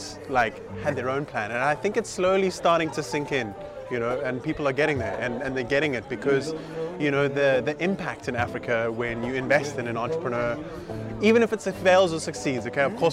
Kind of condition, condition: setting, busy venue